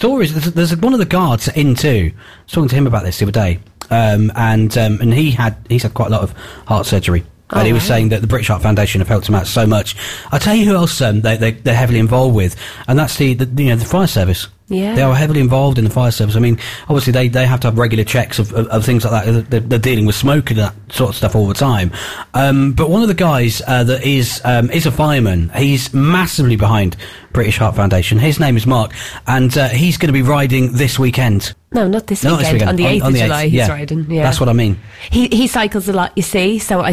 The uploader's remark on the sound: Phone Interview.